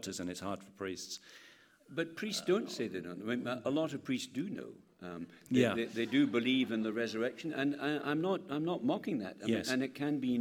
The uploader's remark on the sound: Questions from the Medicine Unboxed 2012 audience.